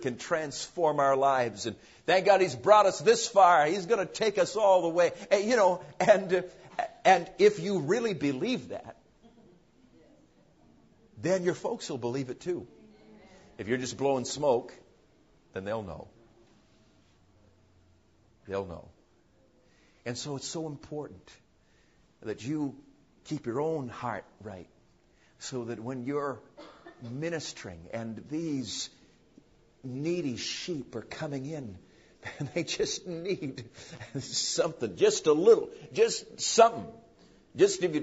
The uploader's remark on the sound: PREACHED AT CARBONDALE CONFERENCE